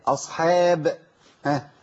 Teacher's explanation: عايزين نرقق الحاء لأن الحاء حرف مرقق على طول